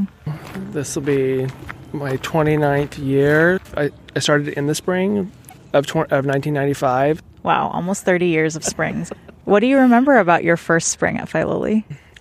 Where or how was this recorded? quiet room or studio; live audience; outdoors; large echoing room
outdoors